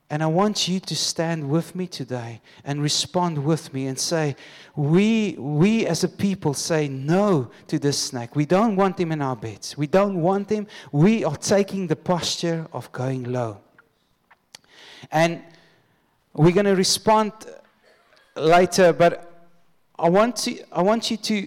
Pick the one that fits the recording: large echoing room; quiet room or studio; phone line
large echoing room